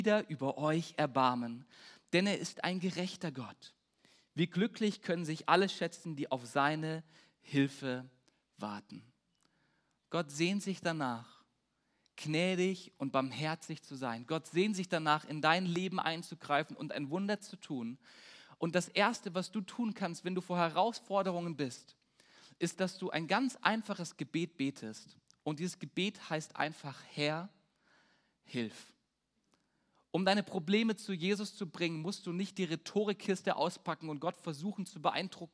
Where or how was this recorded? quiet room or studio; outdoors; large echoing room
large echoing room